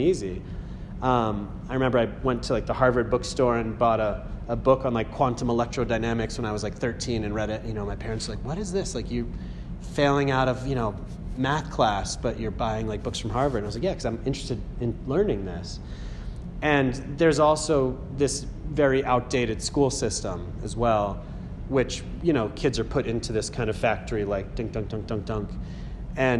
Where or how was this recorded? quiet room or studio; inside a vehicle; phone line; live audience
live audience